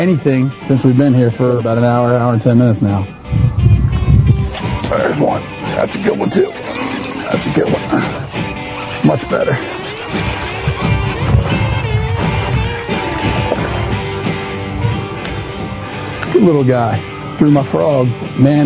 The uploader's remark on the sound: Calls into the Ike Live bass fishing podcast.